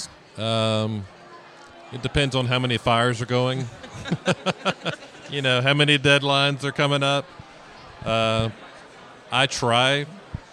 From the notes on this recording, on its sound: Live at Creative South